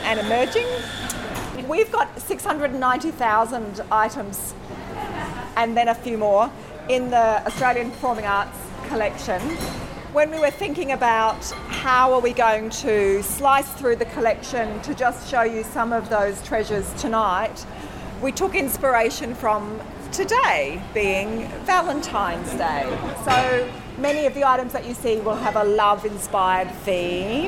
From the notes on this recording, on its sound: Melbourne newCardigan cardiParty Recorded Live. A massive tour of the Arts Centre Melbourne.